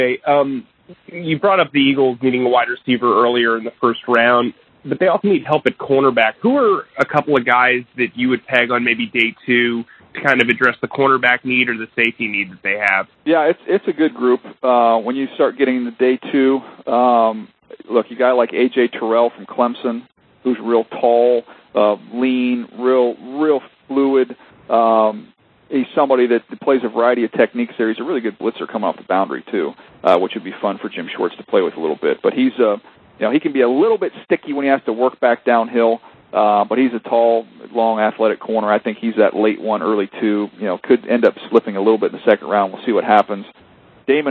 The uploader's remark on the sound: held a conference call with members of the media